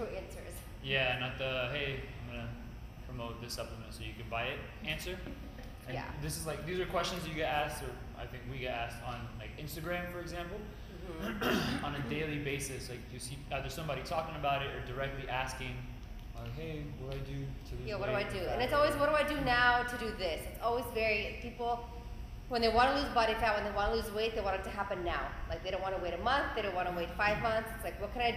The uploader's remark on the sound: Present to a live audience at Peak 360 in South Miami.